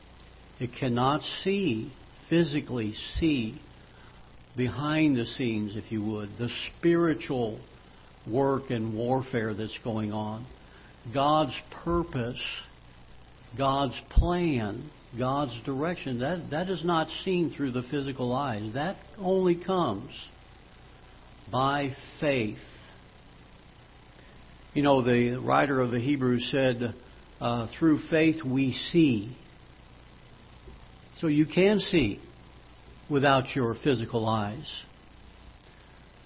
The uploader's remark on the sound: Ketha Heights Baptist Church ~ Live Broadcast